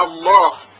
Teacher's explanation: در حین تلفظ لام، البته لامی که تفخیم شده مثل الله، صدای لام غلیظ شنیده میشه، به همین خاطر گفته میشه حرف لام تغلیظ شد.